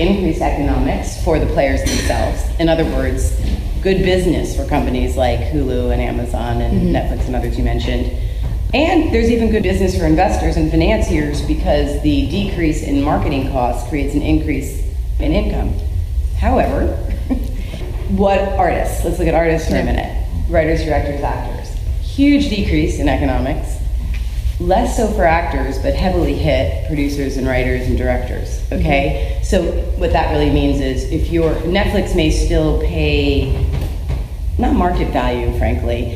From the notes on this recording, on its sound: This week's podcast is the audio from the Film Now panel held in late 2016